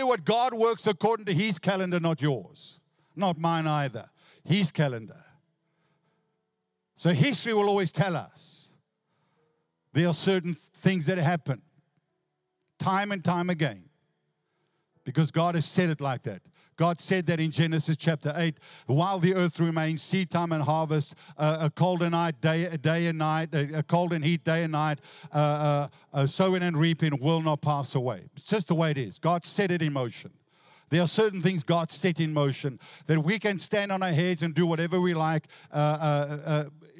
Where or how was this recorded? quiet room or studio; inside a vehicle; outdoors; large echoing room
large echoing room